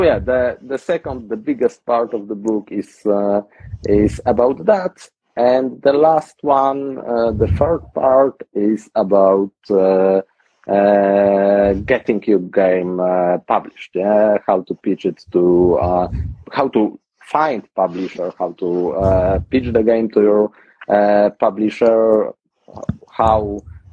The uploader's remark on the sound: We did the interview in an Instagram Live session and this is the recording of it.